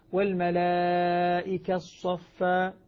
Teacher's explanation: الآن لو أني أردت أن آتي بالإشمام والملائكة الصفة، لما نطقت إدغام التاء بالصاد عند الإدغام عند بدء الإدغام أعطيت إشارة الفم، فعلم أن التاء قبل أن تدغم كانت مضمومة